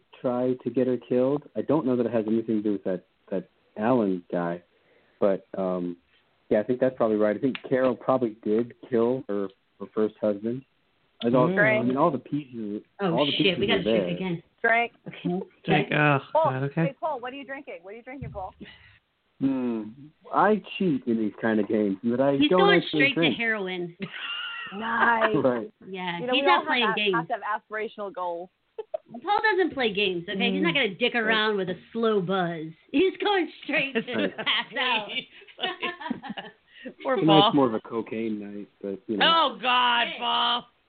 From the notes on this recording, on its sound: A LIVE call-in radio show.